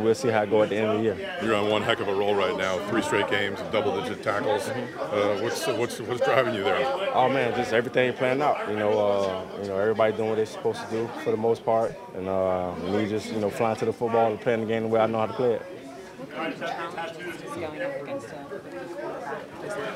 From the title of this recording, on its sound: Press Conference